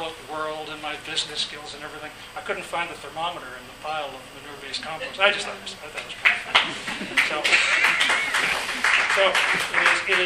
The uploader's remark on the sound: This podcast was recorded during CUSO-VSO's 50th Anniversary in Victoria, BC.